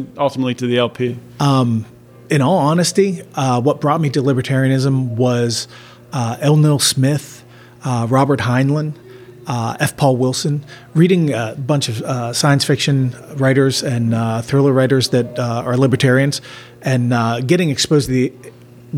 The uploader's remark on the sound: These interview were recorded in-person at the Libertarian Party of Pennsylvania Convention in Philadelphia last weekend.